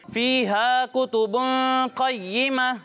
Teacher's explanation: वक्फ करते वक्त गोलता को हा साकिन से बदल देते हैं।